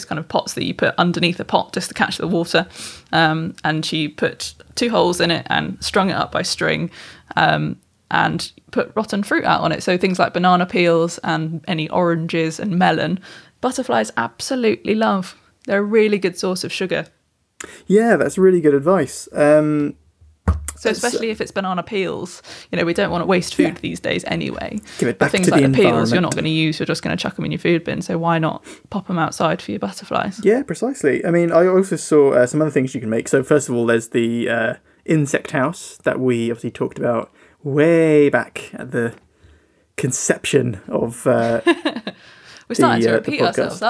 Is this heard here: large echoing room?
no